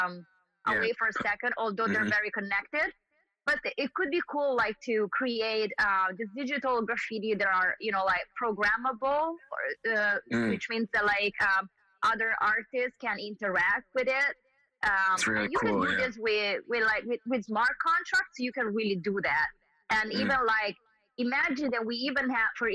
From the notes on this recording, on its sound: The phone discussion went on for a while, and so we offer this glimpse into this conversation in two parts.